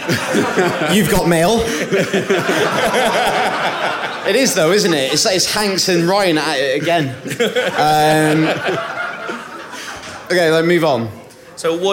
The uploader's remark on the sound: Live From London